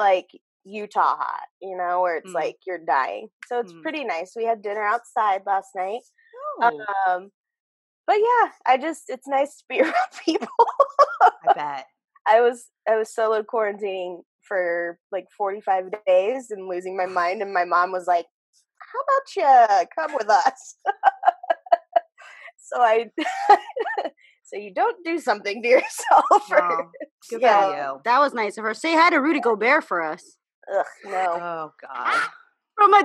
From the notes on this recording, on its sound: on our latest Zoom’d episode